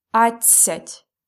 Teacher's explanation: We spell it A, D, C, Я, Т, and a soft sign. But we pronounce it really fast, that's why we don't hear D